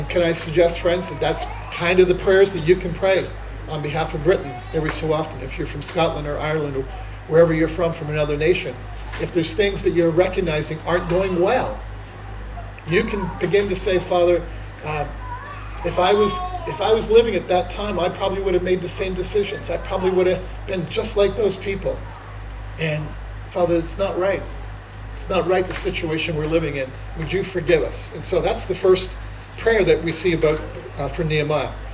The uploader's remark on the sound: Summer Conference 2023 - Session 2